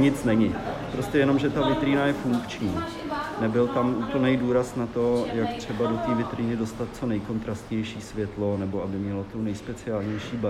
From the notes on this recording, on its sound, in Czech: Omlouváme se za sníženou kvalitu zvuku, rozhovor jsme nahrávali přímo v prostoru Štěpánské pasáže